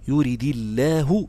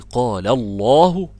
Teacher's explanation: دي لام مفخمة ودي لام مرققة. دي لام فيها ترقيق بتاعت يريد الله، لأن يريد مكسورة لالتقاء الساكنين.